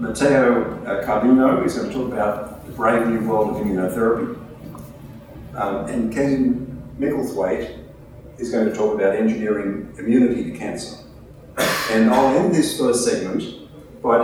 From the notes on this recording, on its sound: A Sydney Ideas event held at Westmead Institute for Medical Research (WIMR) on Monday 13 August, as part of Sydney Science Festival.